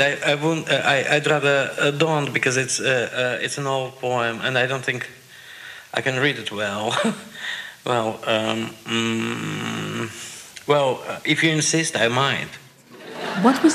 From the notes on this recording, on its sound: An encore presentation of Writers & Company's 20th anniversary special. Onstage at the Toronto International Festival of Authors in 2010.